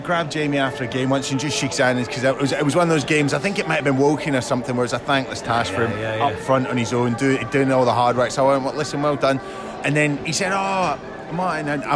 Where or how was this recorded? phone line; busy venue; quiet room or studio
busy venue